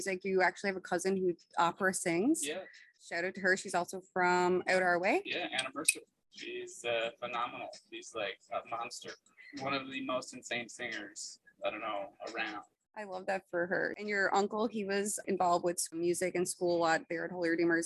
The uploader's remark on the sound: Lets just say I learned the hard way when it comes to recording outside with two people and one mic.